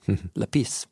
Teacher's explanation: So the word is lepis, emphasis on the second syllable, lepis. Sounds French when you say it that way.